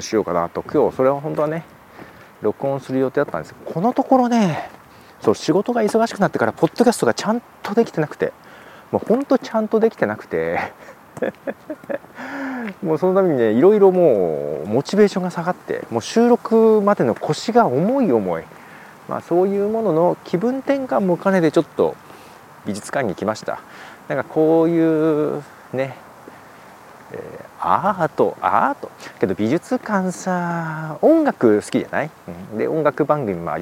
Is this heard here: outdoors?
yes